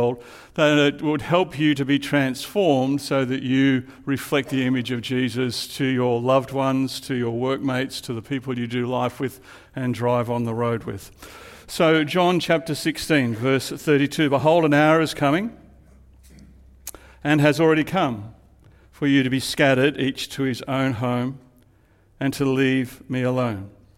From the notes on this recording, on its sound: Live at Echo Church Melbourne Sunday February 11